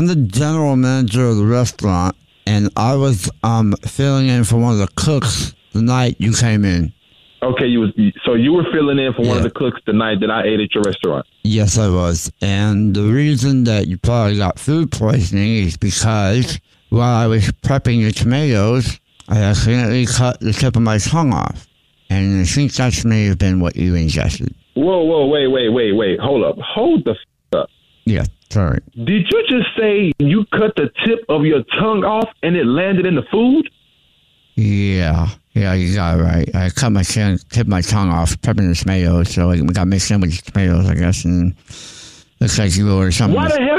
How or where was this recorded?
phone line